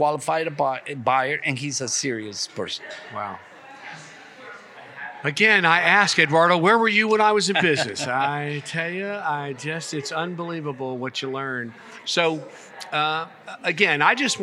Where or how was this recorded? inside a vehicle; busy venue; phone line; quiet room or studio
busy venue